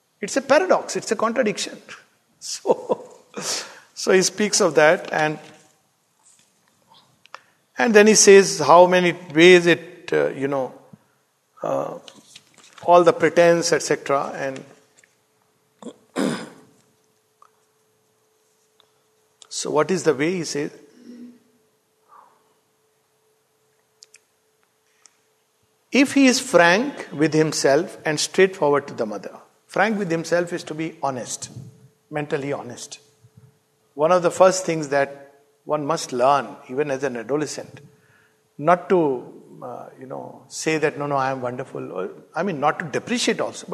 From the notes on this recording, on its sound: This talk delivered at Savitri Bhavan.